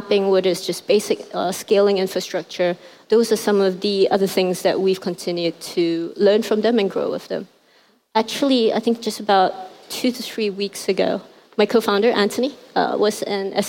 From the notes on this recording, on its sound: At the 2018 Rise conference in Hong Kong.